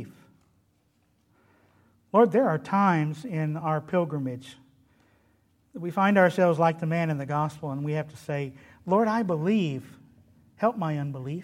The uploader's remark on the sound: delivered at Trinity Baptist Church on Wednesday evening, June 2, 2021.